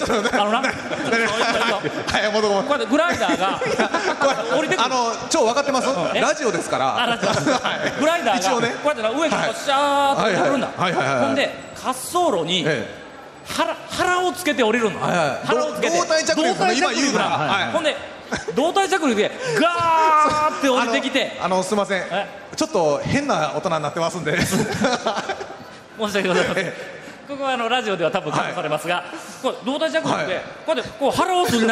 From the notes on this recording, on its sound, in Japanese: 初公開録音！ in サンポート高松